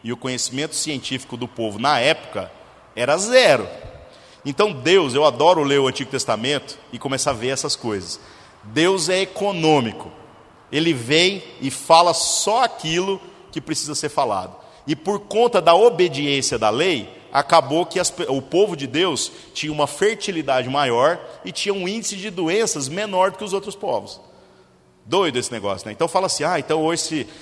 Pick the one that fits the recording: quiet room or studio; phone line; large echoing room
large echoing room